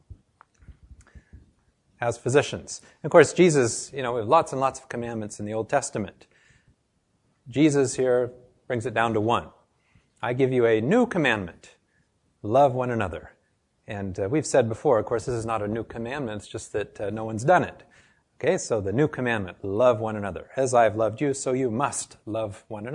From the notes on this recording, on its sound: This lecture was given to a group of medical students and health professionals